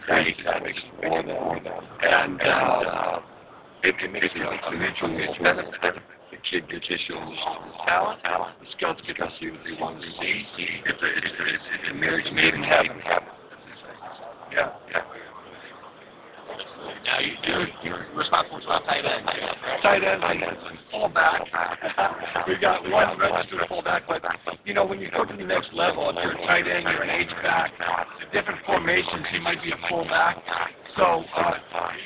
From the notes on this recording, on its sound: The 3rd Annual College Gridiron Showcase on location in Bedford, Texas. On location at the Holiday Inn in the City of Bedford.